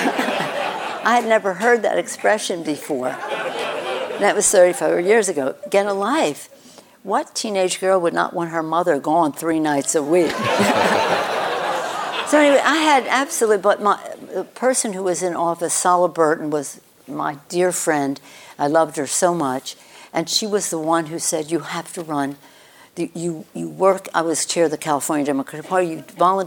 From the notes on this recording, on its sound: on stage at KQED Live